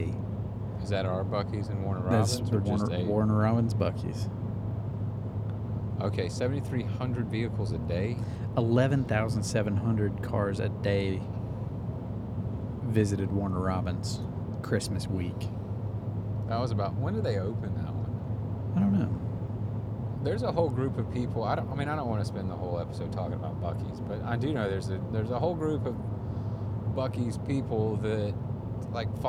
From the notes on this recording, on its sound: Our intention was for these Down and Back Again episodes to have a bit of structure, but setting up to record in the truck proved to be a little more difficult than anticipated. In this very late night episode, you'll hear pretty much nothing but rambling.